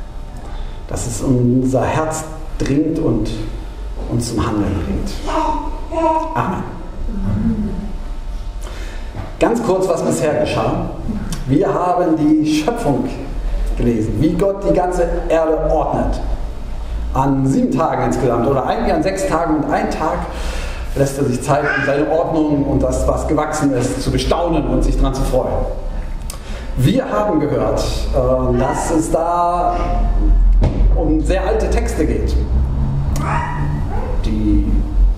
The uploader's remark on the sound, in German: Gottesdienst-Predigt